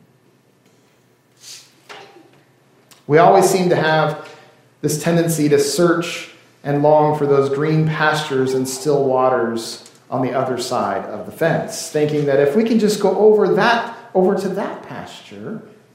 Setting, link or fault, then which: setting, large echoing room